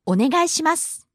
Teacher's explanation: All right, it goes up on the second syllable, and it sort of comes down at the end, but that last su, it's unvoiced, so you can just make the S sound · it goes up on the second syllable, and it sort of comes down at the end, but that last su, it's unvoiced, so you can just make the S sound, and you'll be cool. · Term: pitch accent